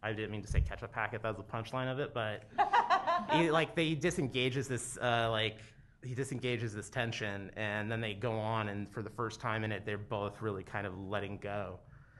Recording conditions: live audience